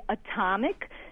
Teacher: if you were to say atomic, tom is the stressed syllable, and so you pronounce ah, but you don't say atomic, you say atomic.